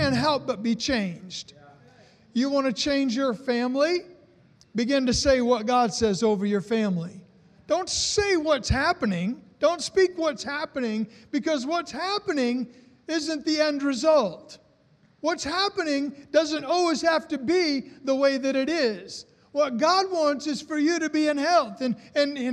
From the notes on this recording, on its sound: was recorded on Sunday, August 16, 2020, during service at The Anchor Church in Rockport, Maine.